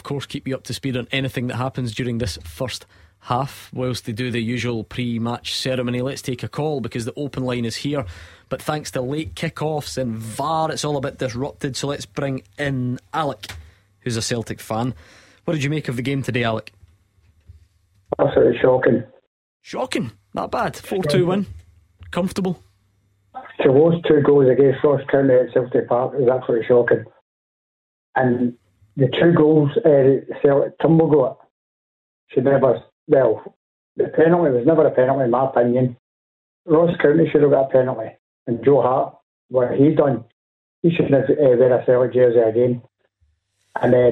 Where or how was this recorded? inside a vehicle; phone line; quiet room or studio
phone line